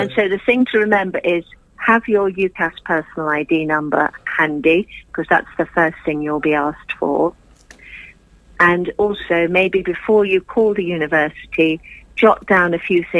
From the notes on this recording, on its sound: joined on the phone